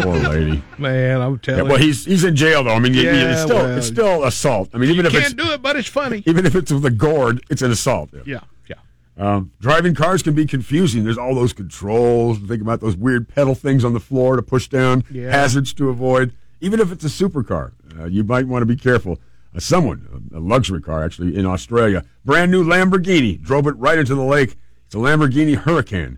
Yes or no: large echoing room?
no